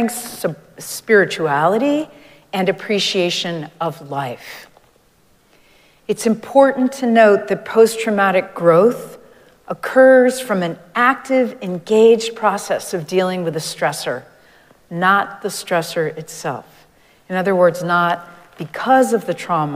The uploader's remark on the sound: Recorded live at Arlington Street Church